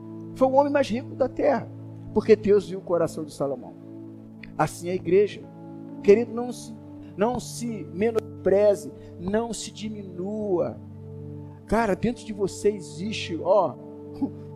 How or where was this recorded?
large echoing room